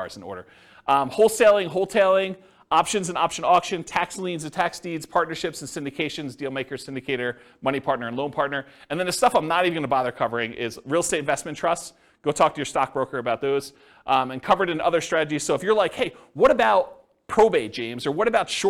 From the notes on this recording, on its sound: This was a live class recorded